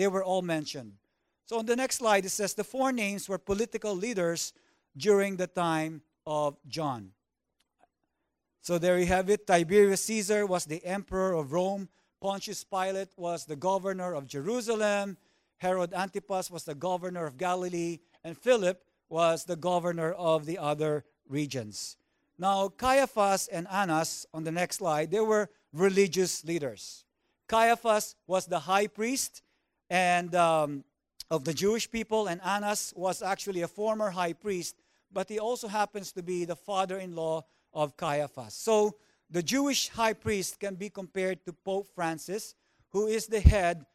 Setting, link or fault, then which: setting, large echoing room